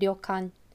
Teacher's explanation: instead of having direct R and L sounds in Japanese, they use a sound that's somewhere in between